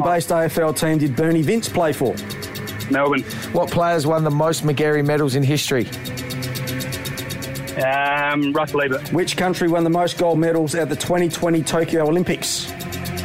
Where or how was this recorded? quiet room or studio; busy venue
busy venue